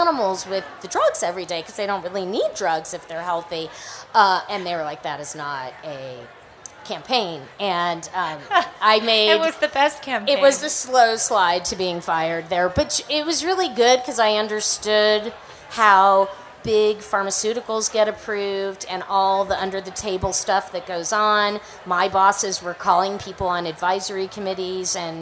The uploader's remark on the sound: Recorded live at Slow Food Nations 2019 in Denver! For a special on-the-road episode of HRN Happy Hour.